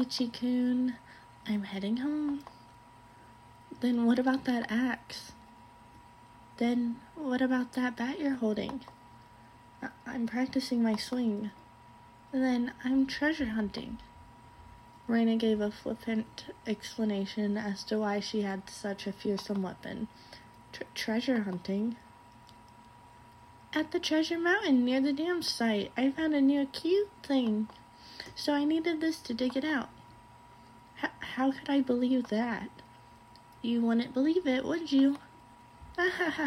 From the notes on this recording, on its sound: This one has the background sound